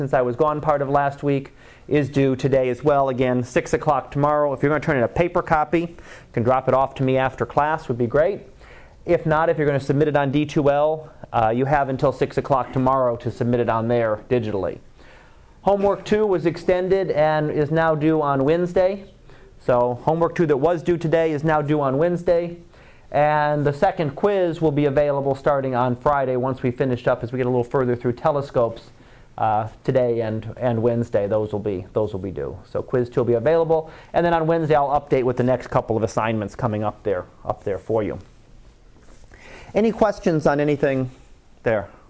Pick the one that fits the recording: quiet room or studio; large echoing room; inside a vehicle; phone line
large echoing room